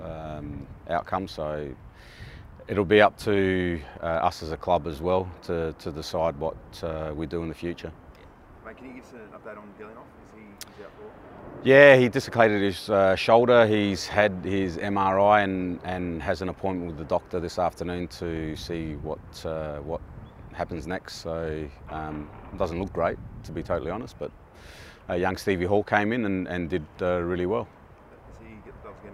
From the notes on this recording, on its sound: Pre-Match Press Conference. FFA Cup Quarter Final.